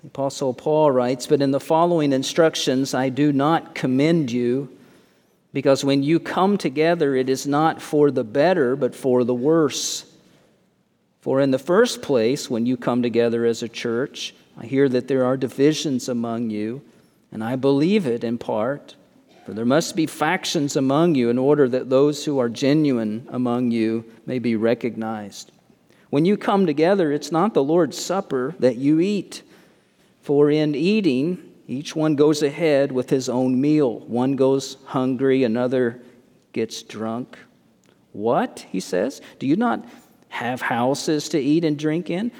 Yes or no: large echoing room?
yes